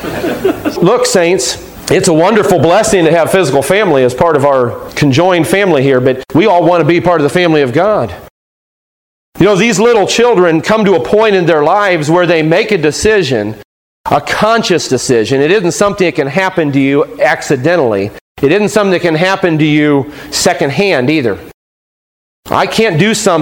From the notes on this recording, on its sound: Taken from a sermon preached on July 5, 2015